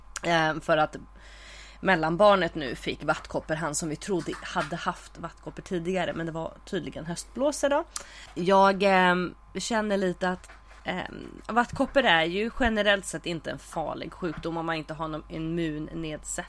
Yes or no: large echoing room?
no